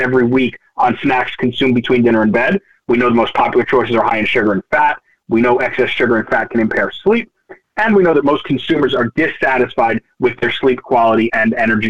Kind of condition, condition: link, phone line